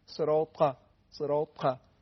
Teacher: اهدنا الصراط قام داره دیگه، تاش هم همینطور، تاش هم خیلی سخت نیست، اونم به اصطلاح حالا میگن صفت انطباق داره، منطبق شدن بخشی از سطح زبان با سقف دهان، با کام دهان. ببینید صراط ق، صراط ق، بالاخره با ت تفاوت داره، صراط ق.